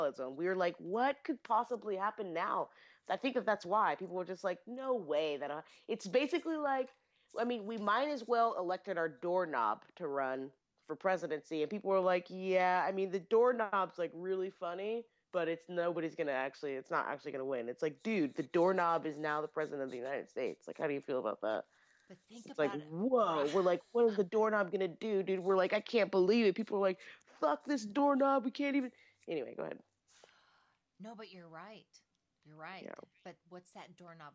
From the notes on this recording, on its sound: Sorry about the audio, we are such nubes at tech.